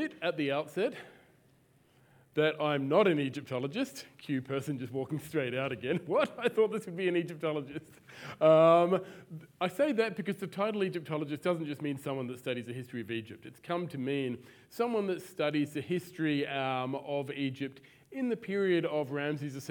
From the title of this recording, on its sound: Live at the AM